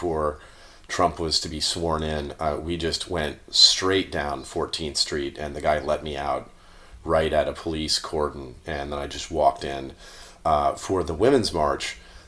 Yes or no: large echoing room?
no